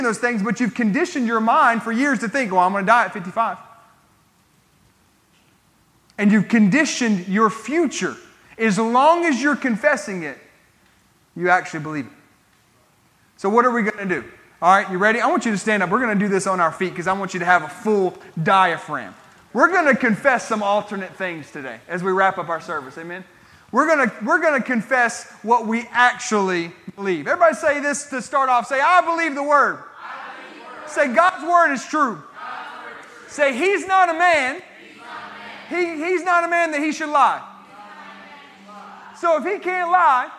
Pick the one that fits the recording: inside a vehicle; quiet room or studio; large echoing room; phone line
large echoing room